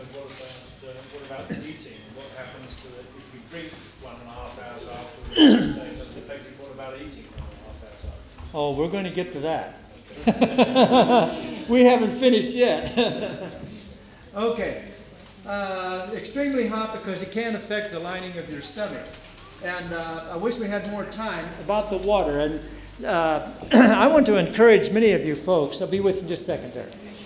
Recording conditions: live audience